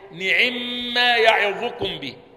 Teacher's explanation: وهذا المقصود به يا أخوانا، مثل مثلا قول الله تعالى نعم ما يعظكم به، هي في الأصل إيه؟ نعم ما، فلما أدغمت الميم في الميم أصبحت إيه؟ نعم ما يعظكم به